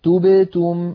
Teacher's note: لكم لابد من ضم الشفتين ضما محكما عند الكاف. توبتم لابد من ضم الشفتين عند التاءين وعدم ضمهما عند الباء الساكنة التي بينهما